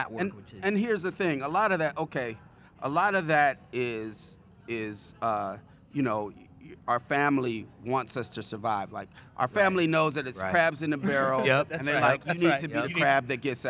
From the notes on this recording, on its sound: During the NEA Conference on Racial and Social Justice, as part of our live show in the NEA Organizing Studio.